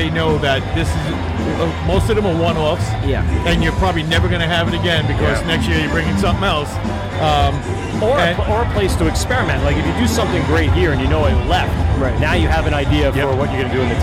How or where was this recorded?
busy venue